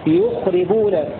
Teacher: وقرأ الباقون بسكون الخاء وتخفيف الراء يخربون